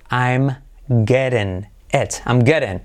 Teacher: T como R suave, I como E